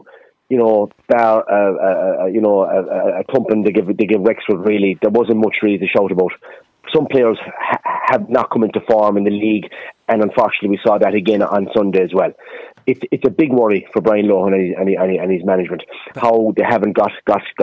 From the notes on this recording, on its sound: joins in the conversation on the phone